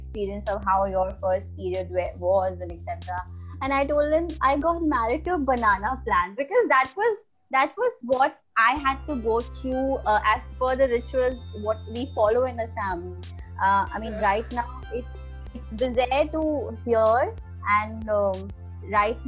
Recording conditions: video call